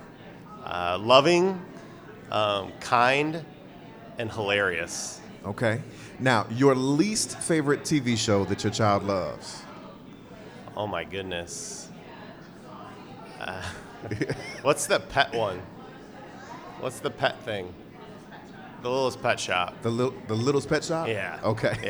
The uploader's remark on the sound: Live at Cultivate.